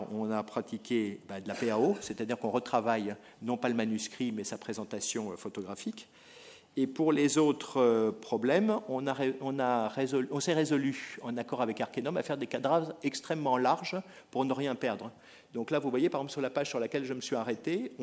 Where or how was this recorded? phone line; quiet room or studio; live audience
live audience